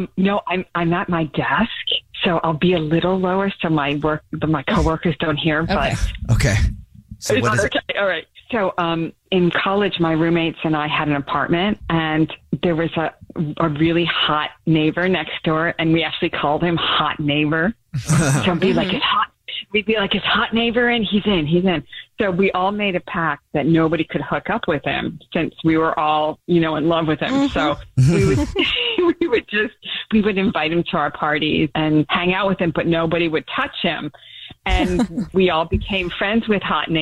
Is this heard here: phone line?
yes